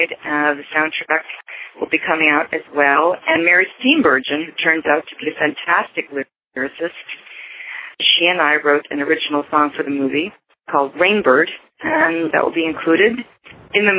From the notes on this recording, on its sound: She called in, and it was one of those very relaxed phone interviews, for radio.